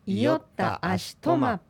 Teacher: アシトマという単語はトが一番高いです。 · Term: 例外アクセント